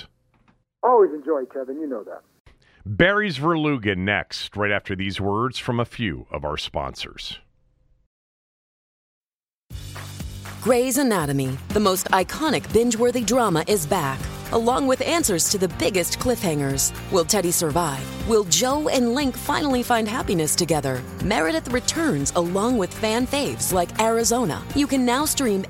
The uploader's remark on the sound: called in from Augusta